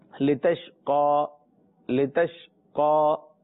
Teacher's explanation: قاف حروف مستعلیہ میں سے، اور اس کے اوپر کھڑا زبر بھی ہے تو کھینچیں گے بھی